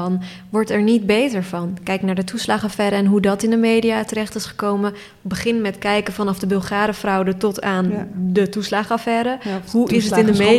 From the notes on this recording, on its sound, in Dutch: Live-opname van de podcast tijdens het Festival van de Journalistiek 2023.